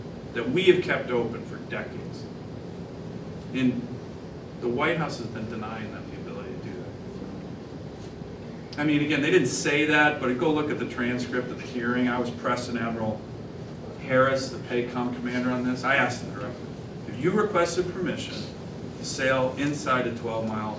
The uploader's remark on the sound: WASHINGTON, DC. In remarks to a breakfast meeting of The Ripon Society.